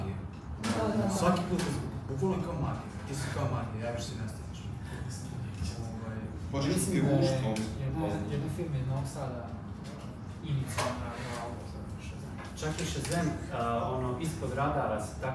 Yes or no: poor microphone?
yes